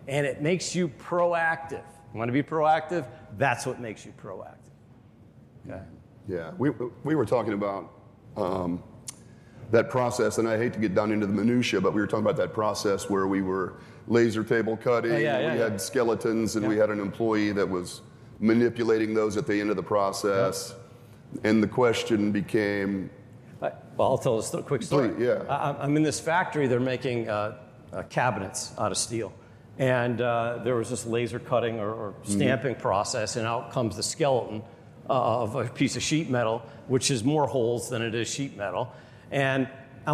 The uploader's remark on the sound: MakeUSafe's live event recorded in Des Moines Iowa.